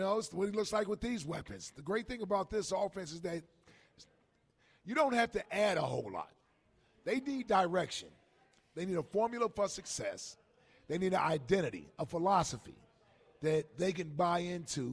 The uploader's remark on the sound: live at Chickie's in South Philly